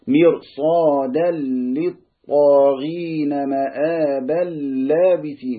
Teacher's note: مآبا لابسين، تنوين وراء لام، لو حوصل هيبقى ايه ادغام بدون غنة